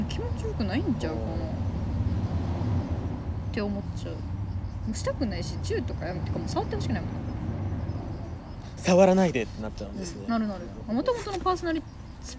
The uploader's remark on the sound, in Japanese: 夜中の公園と缶チューハイであれこれ。オフラインで会いました。飲みに行った後、公園で話していたところを録音したので聞いてみてください！